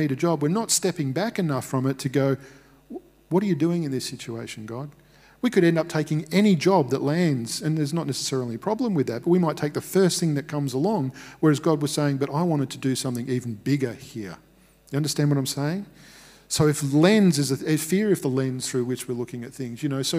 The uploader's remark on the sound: Recorded at Restore Church on the 16th of May 2021.